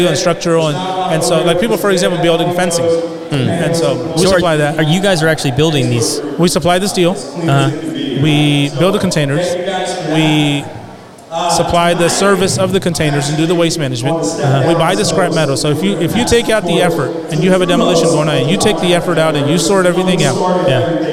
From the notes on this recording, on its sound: In this episode, we are sharing the second half of our latest live event. Live at Rowdy’s in Spring, TX for The Contractors Network event. This is a monthly event held on the third Thursday of every month.